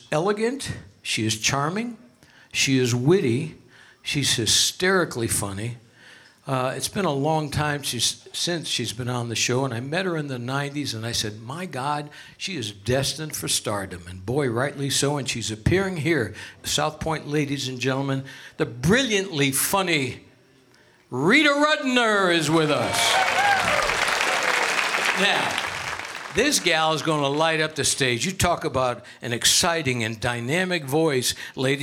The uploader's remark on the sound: Live at the South Point Casino